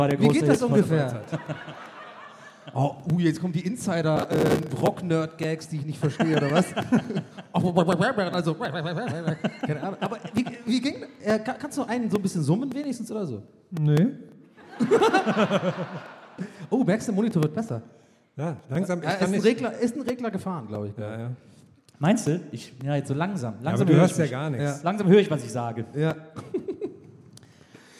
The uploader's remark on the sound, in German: Gästeliste Geisterbahn war live in Bremen.